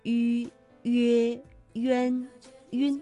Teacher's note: 开头的韵母。那常见到的有迂、约、渊、晕，它的发音特点呢，就是我们口腔啊要近似闭拢，那舌的前部要抬高，气流从口腔呼出。就好像文中我们读到了曲折蜿蜒，这个曲啊，大家可以留意一下它的发音方法啊。比如我们读乌镇，乌和曲折的曲，你会觉得它的舌面的后部呢是有不同的。读乌的时候，舌面的后部是抬高的，而迂呢，舌面的前部是抬高的。乌镇。曲折。那另外呢，在我们书写的时候啊，迂和及其息相拼的时候，这个迂上面的两个点是省略的。比如曲折的曲啊，我们看到了拼音其实是七和乌相拼，但实际呢这个韵母是读迂。好了，以上呢就是和大家分享的宋游中国的全部内容了。接下来我们一起进入到正确答案是什么。